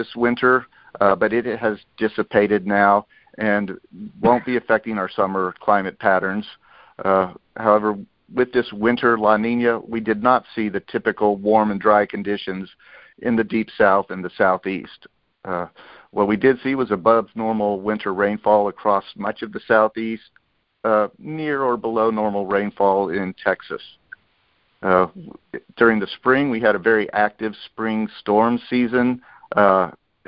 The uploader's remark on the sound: Monthly Conference Call.